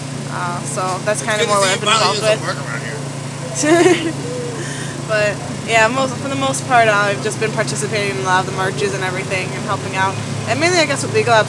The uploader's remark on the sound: Live from Occupy Wall St. Zuccotti Park.